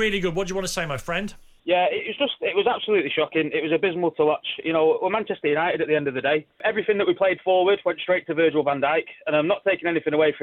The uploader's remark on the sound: Disgruntled Manchester United fans call into the Final Word after defeat to their arch-rivals at Anfield.